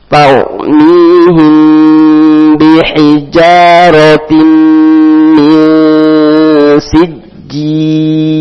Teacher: Ro-nya jangan bergetar lebih dari satu getaran, maka ditarik ro, lidahnya tarik ke dalam.